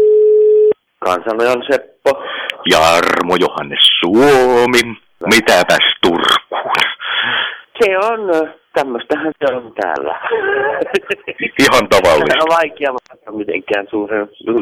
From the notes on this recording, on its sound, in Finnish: puhelinhaastattelun